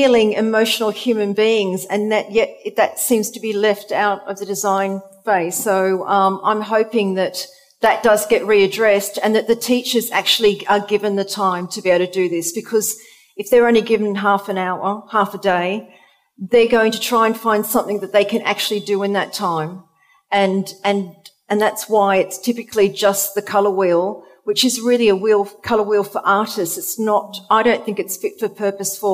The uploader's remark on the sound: We celebrate our first anniversary with a live audience special where we talk all about colour and interior design. Recorded at the fabulous Roca London Gallery in Chelsea Harbour.